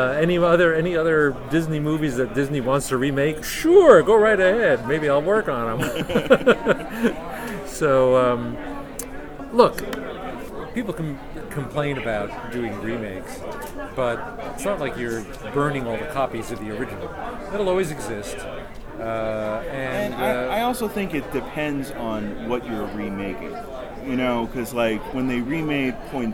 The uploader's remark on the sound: Live From Pittsburgh's Horror Realm Con